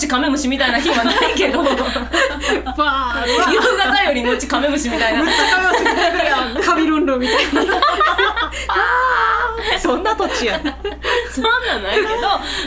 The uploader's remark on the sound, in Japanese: 宅録の為何時もよりやや音質が落ちております